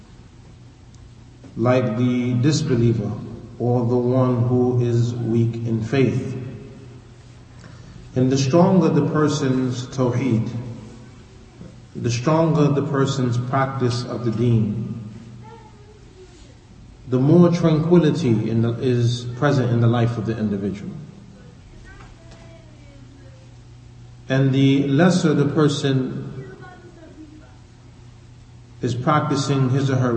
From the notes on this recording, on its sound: Lecture given at Masjid Nur Allah, Queens, NY